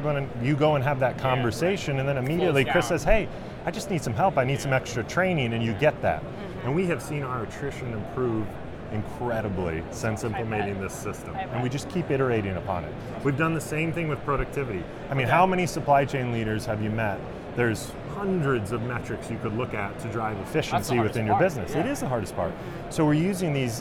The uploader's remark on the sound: Live From NRF. LIVE FROM #NRF2024.